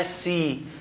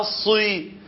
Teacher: اللسان بايت تحت تطلع السي، اللسان طلع فوق تطلع الصي · Term: استعلاء